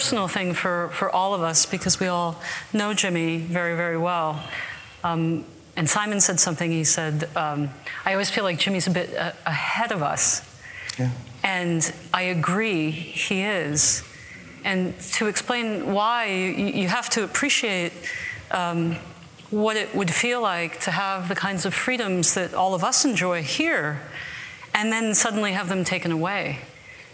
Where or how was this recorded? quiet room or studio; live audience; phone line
live audience